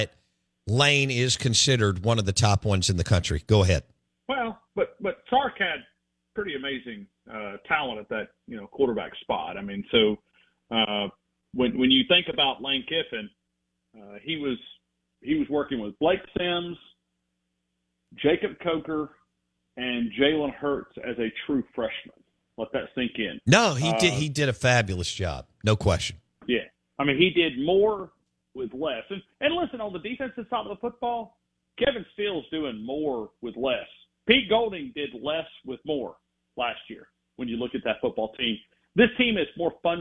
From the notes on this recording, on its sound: On the Farm Bureau guest line. Live in the BankPlus Studio.